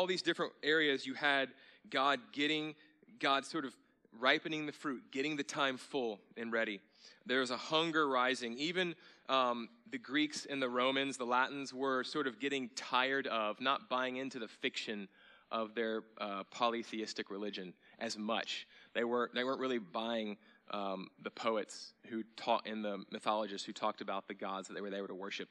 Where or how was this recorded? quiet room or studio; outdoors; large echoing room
large echoing room